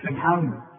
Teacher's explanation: السين طلعها سين، ما طلعهاش بقى زي ما تكون صاد صاد مرققة، لا، السين سين، يقول لك سبحان مش سبحان سبحان سبحان، واخد بالك؟